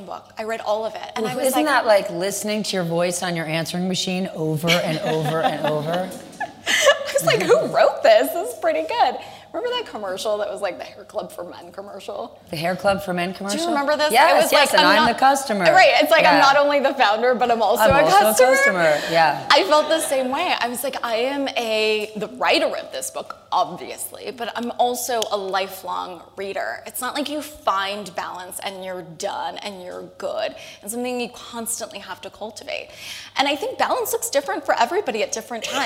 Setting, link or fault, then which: setting, live audience